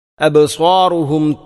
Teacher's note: സ്വാദിനെ ഉച്ചരിക്കുമ്പോൾ ഹറൂഫുൽ ഇസ്തിഇലാഇൽപ്പെട്ട അക്ഷരമാണ്, സ്വരഭാരത്തോടുകൂടി ഉച്ചരിക്കേണ്ടവ